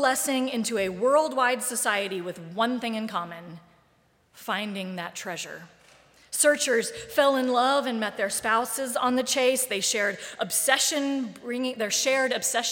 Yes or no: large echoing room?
yes